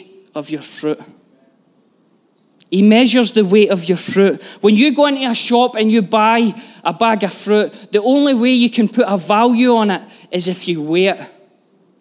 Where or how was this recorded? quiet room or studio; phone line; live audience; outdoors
live audience